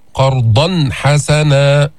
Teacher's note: أتينا بالإظهار، إظهار التنوين عند الحاء